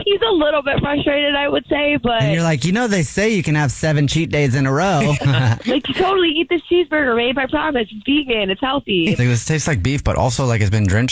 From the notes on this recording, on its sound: the caller on the phone